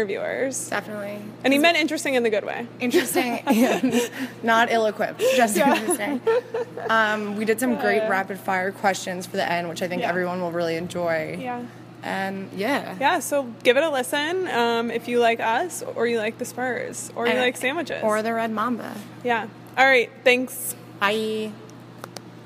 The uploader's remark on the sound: We recorded in a loud gym so be patient with the audio